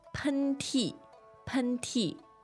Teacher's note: That's first tone and fourth tone.